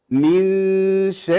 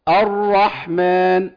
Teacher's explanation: من شر، دي راء مرققة، الرحمن، دي راء مفخمة، يبقى الراء تقبل التفخيم والترقيق، فيها الصفة، صفة التفخيم والترقيق تأتي على الراء في أحيان وتنفك عنها في أحيان. · Term: تفخيم الراء وترقيق الراء